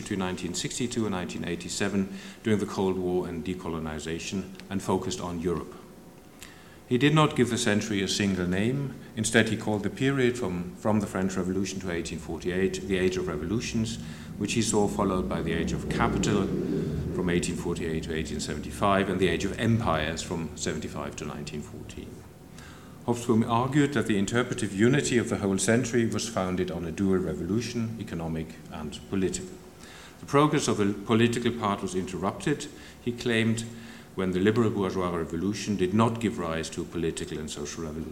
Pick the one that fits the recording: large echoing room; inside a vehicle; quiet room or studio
large echoing room